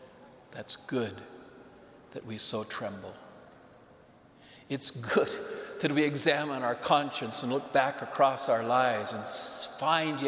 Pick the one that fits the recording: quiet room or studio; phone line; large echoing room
large echoing room